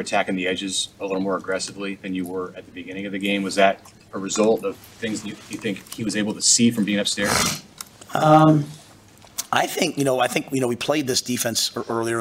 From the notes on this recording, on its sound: Purdue Post Game Press Conference.